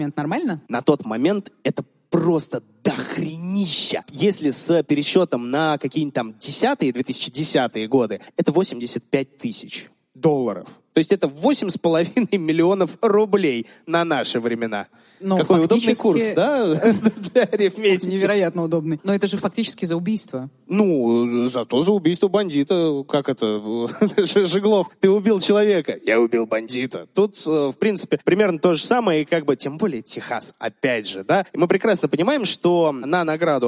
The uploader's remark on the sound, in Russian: Большая открытая запись в ЦК «ЗИЛ», где собрались больше 600 поклонников тру-крайма